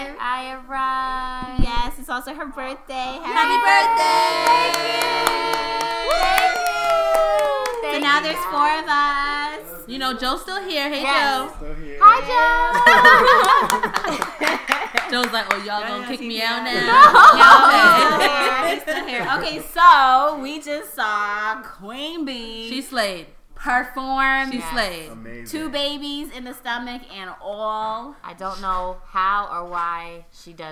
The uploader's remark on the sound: We hosted a Grammy viewing party and recorded live for this episode!